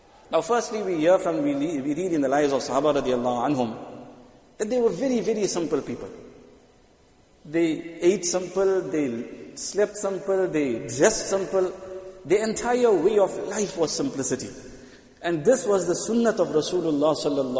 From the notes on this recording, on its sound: Jumuah lecture at Masjid ut Taqwa 20 Jan 2023